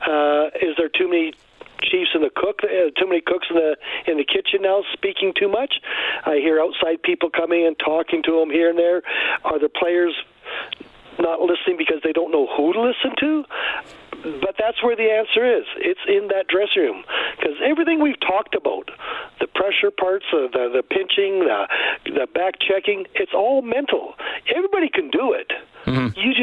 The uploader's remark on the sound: takes callers